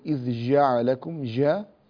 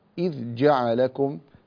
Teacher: الجيم حرف شديد وليس حرف رخو، فلا تجعله رخوا · Shown in: second take · لا تقول إذ جعلكم جا، لا جا، إذ جعلكم يكون بذلك حرف شديد.